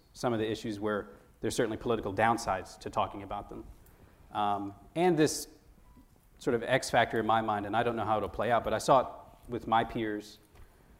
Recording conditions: live audience